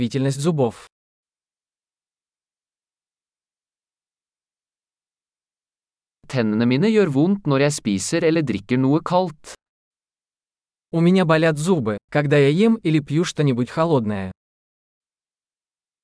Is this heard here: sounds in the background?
no